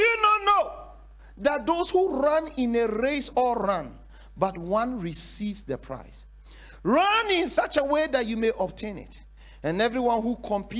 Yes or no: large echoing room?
yes